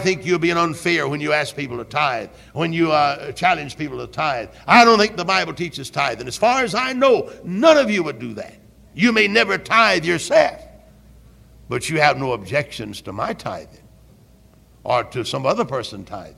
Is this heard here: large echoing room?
yes